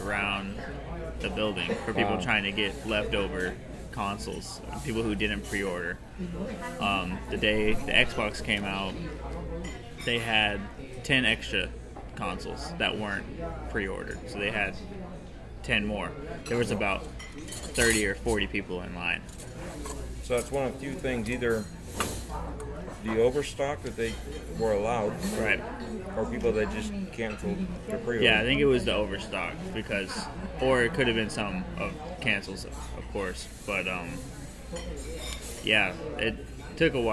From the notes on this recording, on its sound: At "Capdevila’s at La Teresita" in Tampa. The new building now holds a sit-down restaurant (Capdevila’s at La Teresita) with tables and booths on the east side of the building, the cafeteria with the horseshoe-shaped counters on the west side and takeout area, a banquet hall on the 2nd floor.